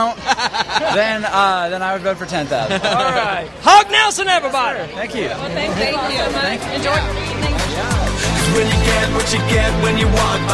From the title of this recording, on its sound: K-Love Music Fan Awards Red Carpet Interviews – Nashville, TN